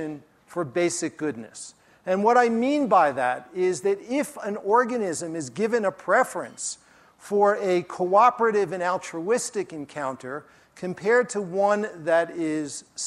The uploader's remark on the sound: during his talk at the Festival